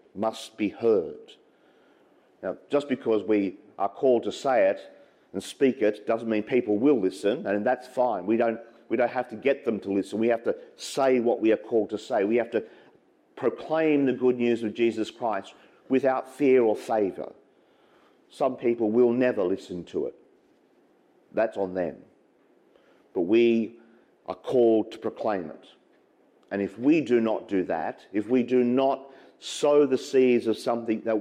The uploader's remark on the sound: as preached during the 8am Mass at St Patrick's Church, Clarence Town